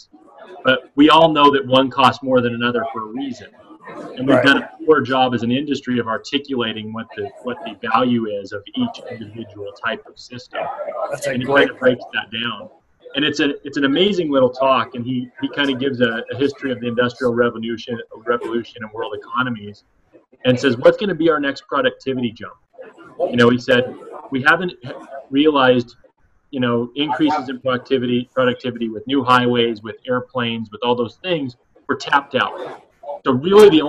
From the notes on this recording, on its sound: Live from the ISE show.